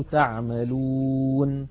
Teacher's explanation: مثلا لما نقف على المدود العارضة للسكون تعملون، لما نقف عليها فإن النون المفتوحة تسكن فتصير تعملون. هنا التقى ساكنان وهما في كلمة واحدة، العرب لا تمانع من ذلك لأنه متطرف في آخر الكلمة وموقوف عليه.